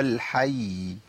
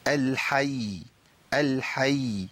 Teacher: أي مشدد واقف عليه ببين زمن المشدد · Term: التشديد